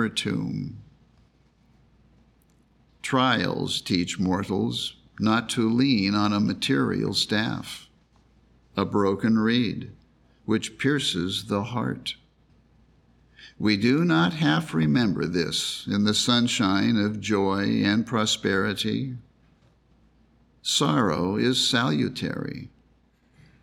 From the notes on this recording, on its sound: The Sunday service audio